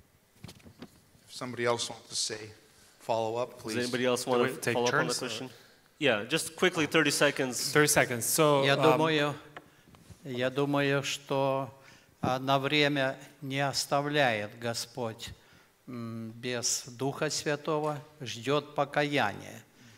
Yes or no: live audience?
yes